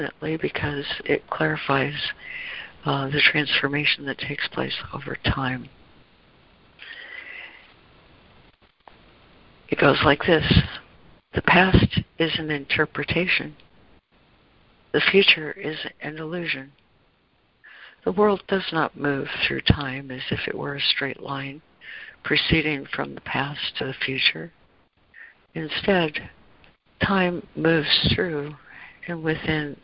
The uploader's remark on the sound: ACIM Daily Conference Call.